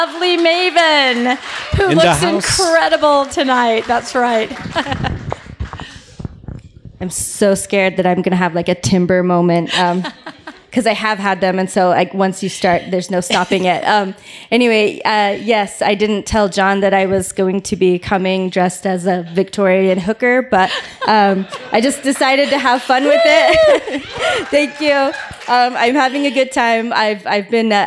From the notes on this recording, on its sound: The podcast is the recorded pre-show and Q&A.